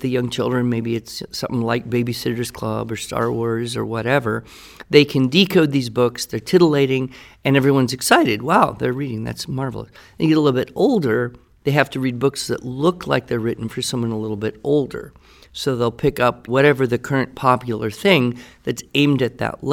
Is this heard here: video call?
no